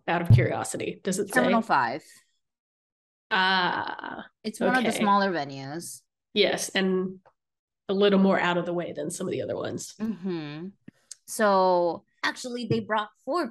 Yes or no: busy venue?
no